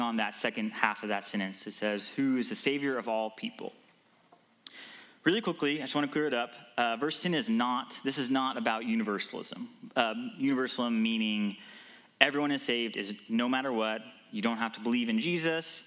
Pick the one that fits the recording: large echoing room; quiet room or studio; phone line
large echoing room